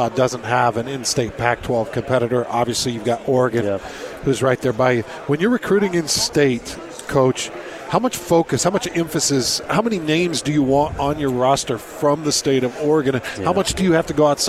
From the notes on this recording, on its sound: live from Pac-12 Media Day